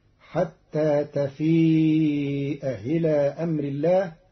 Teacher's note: قرأ قالون كلمتي تفيء إلى بتسهيل الهمزة الثانية المكسورة بين فتصير حتى تفيء إلى أمر الله على لغة بعض العرب، أن يأكل لحم أخيه ميتا.